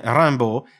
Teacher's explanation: Da persona che parlava inglese e americano, la pronuncia di questo autore sembrò a Morrell molto strana, perché nel nome Rimbaud si applicano diverse regole di pronuncia tipicamente francesi. La IM, che diventa una EM nasale molto simile al suono AM, e il dittongo AU che si pronuncia O, mentre la D finale sparisce del tutto.